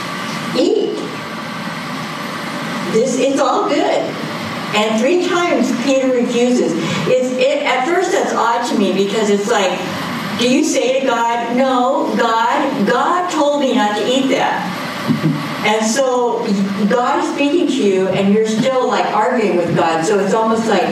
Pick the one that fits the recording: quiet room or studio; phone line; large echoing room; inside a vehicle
large echoing room